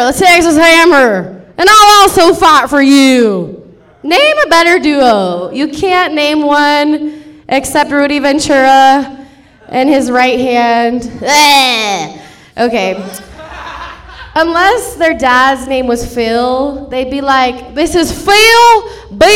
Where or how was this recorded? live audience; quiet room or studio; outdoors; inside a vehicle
live audience